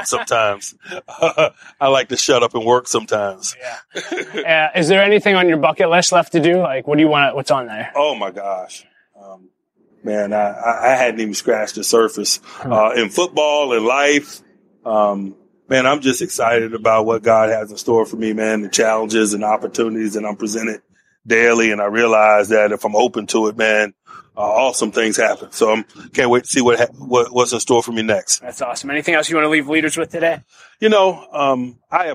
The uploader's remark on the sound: This interview was recorded at Man-up Pittsburgh, an event hosted by the Urban Impact Foundation.